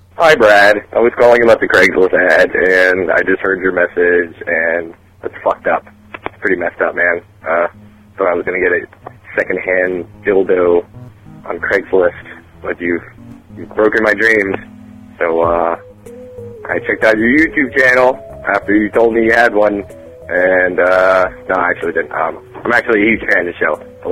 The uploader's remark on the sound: Prank Phone Calls Collection. Snow plow show reservations and voicemails.